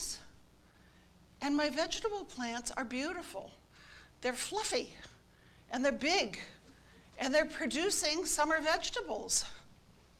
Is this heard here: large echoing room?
yes